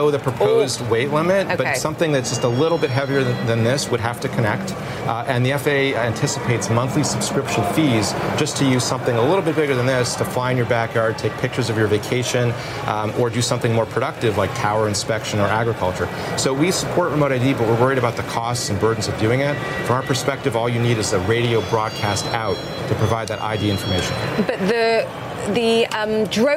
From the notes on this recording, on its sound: live from the New York Stock Exchange